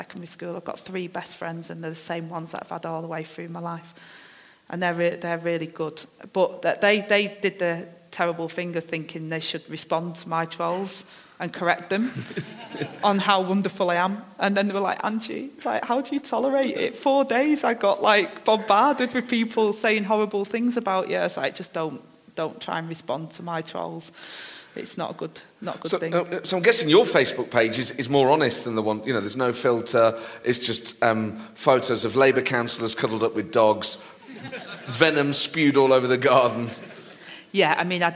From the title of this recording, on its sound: LIVE at the Edinburgh Festival